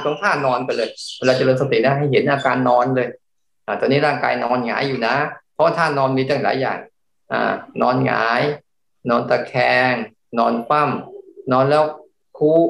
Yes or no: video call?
yes